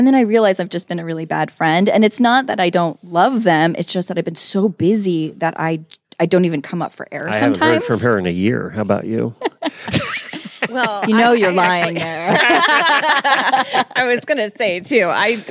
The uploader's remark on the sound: Live from the AHP Conference in Lexington. CORRECTED MISTAKE IN FIRST SOUND FILE.